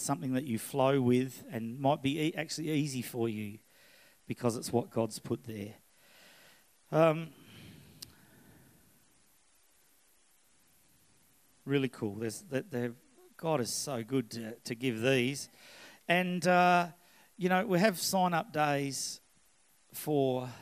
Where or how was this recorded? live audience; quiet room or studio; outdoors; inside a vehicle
live audience